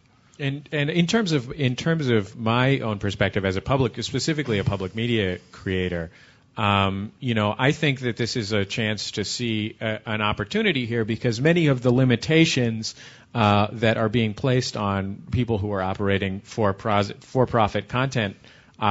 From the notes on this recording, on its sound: at the 2009 Integrated Media Association conference